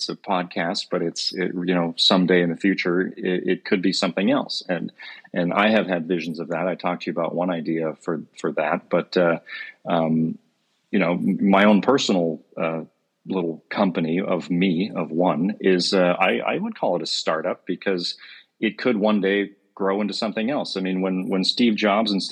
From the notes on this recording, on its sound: This is a reposting of a Live Space we held on X/Twitter